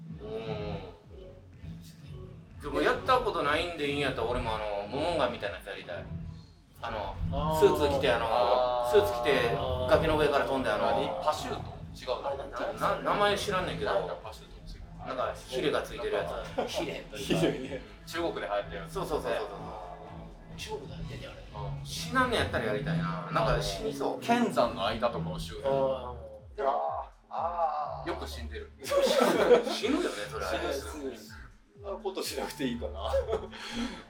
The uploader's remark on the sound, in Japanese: 大阪城野外音楽堂・楽屋での収録になり。音声が聞き取りづらくなっております。